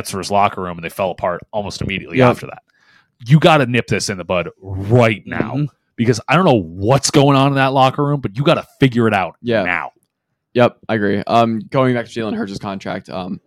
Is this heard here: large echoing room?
no